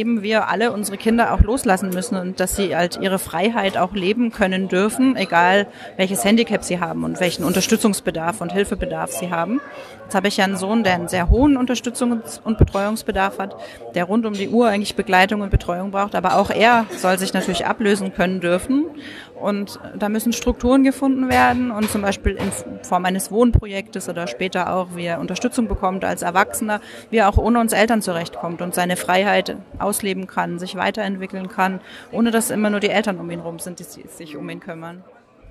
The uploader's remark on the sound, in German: Bericht von 3. Leipziger Autismustag. Ich hatte gestern auch ein Aufnahmegerät dabei und konnte so mit ein paar Leute reden.